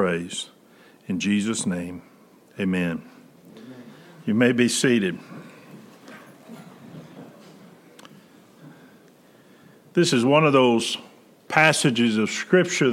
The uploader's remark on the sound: Preached September 13, 2020 at General Baptist Church God's House of Prayer in Fairborn, Ohio